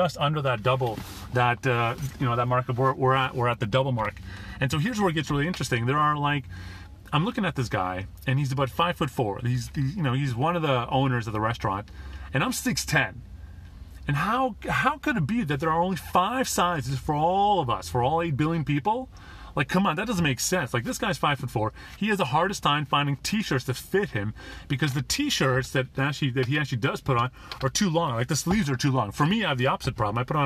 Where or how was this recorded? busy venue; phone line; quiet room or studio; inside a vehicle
inside a vehicle